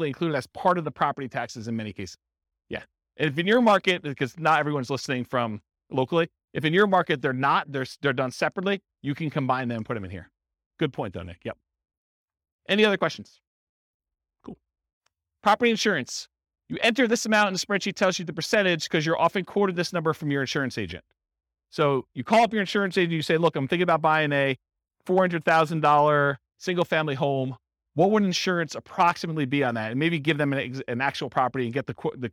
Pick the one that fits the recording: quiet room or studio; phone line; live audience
live audience